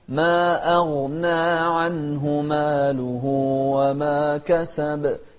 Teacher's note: نوضح الترقيق في الهمزة وكذلك نوضح التفخيم في الغين